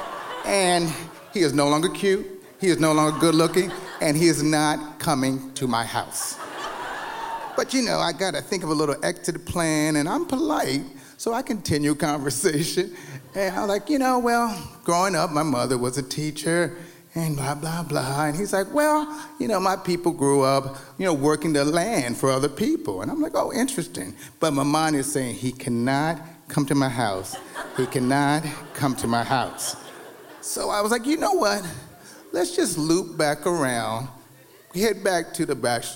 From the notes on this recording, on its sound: true stories told live on the Story District stage